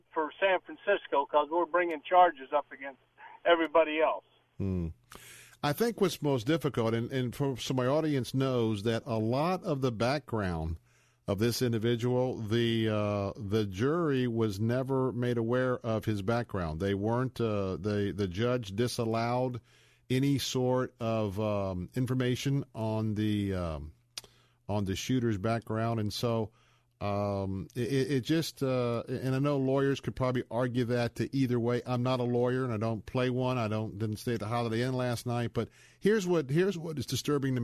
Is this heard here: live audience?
no